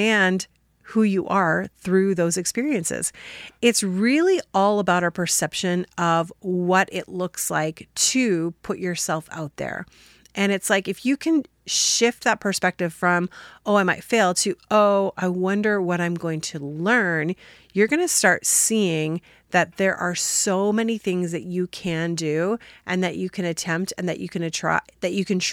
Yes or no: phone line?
no